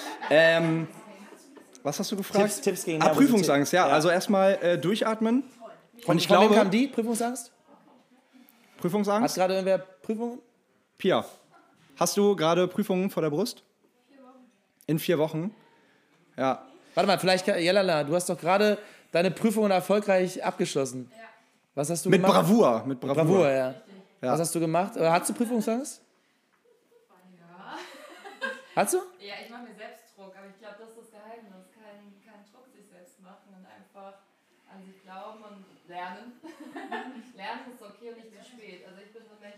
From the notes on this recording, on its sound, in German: Ein besonderes Aufeinandertreffen unserer geschätzten Podcast-Community und eine zeitlose Live-Aufnahme